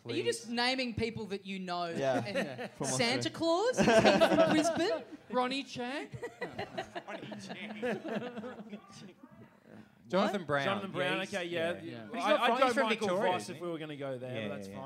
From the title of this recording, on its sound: Live!